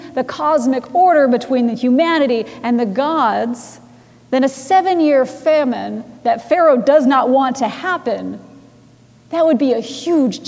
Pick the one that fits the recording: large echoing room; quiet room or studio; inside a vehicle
large echoing room